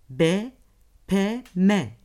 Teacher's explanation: alt ve üst dudağın açılıp kapanmasıyla çıkarılan B, P, M sesleri standart Türkçe'de çift dudak ünsüzleri olarak adlandırılır